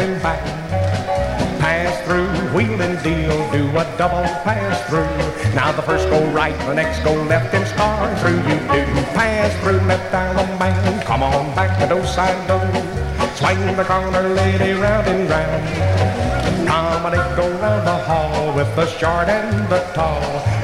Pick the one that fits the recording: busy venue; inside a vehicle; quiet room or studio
busy venue